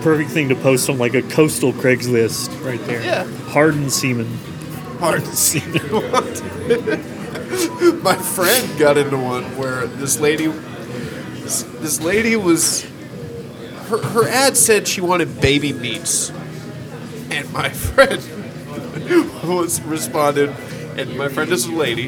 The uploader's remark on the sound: Live at Starbucks